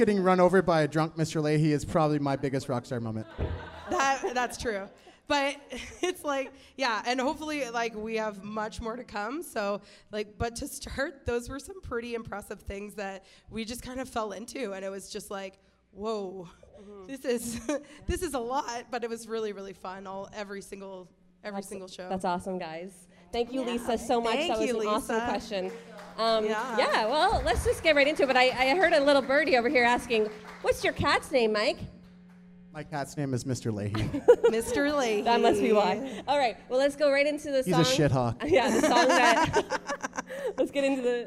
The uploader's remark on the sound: Pulls the live studio audience into the mix for a few questions.